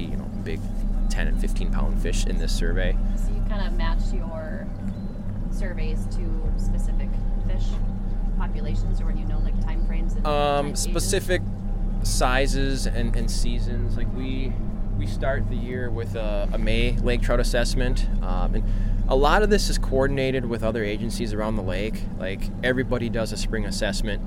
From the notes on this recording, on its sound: Featured in this week’s episode are staff from the DNR’s Lake Superior Fisheries Office in Duluth. On board the 31-foot boat that left from the Grand Marais Harbor July 15. Most of which was recorded on Lake Superior near Grand Marais.